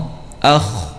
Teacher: harus dibaca tebal karena terangkatnya, ya, terangkatnya lisan ke langit-langit, ya. Maka secara otomatis akan terbaca dengan tebal, ya. · Term: bacaan tebal